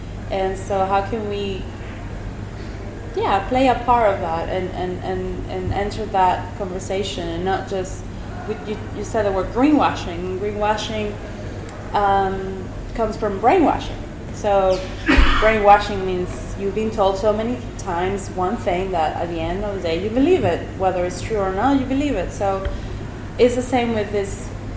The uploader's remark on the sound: The first in a series of live talks I am hosting on Ibiza, under the banner of The Human Library. The House of Wow.